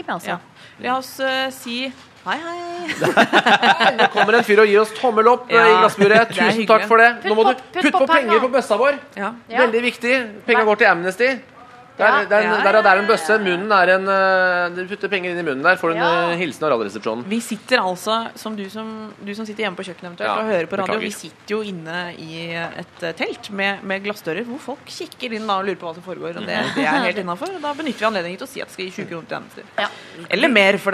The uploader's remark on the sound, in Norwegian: Live fra P3-aksjonen. I Spikersuppa i Oslo.